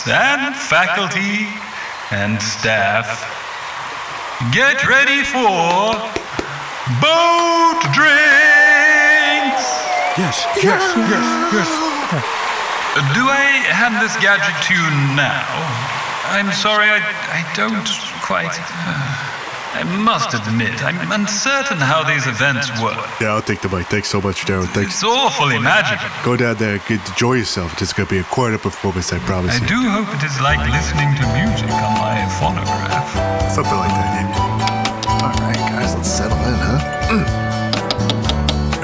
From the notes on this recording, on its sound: On Location At Spring Break 2021. The boys will be recording a live episode straight from the beach, today! Come and enjoy the sounds of the ocean.